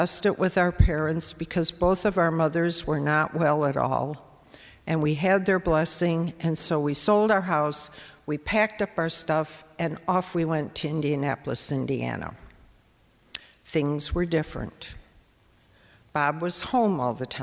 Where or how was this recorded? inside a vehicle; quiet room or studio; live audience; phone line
live audience